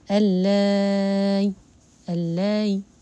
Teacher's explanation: يقولها بهذا الشكل هذا في حال الوصل طب لو وقف عليها يسهل الهمزة بالروم مع الإشباع وهذا هو المقدم ثم يقصر